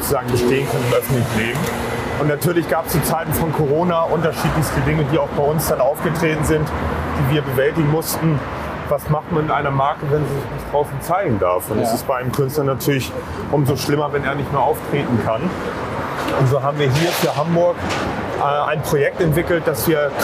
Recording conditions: outdoors